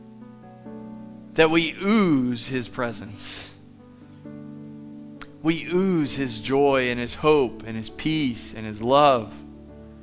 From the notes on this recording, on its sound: Live from The Summit Church in Dover, OH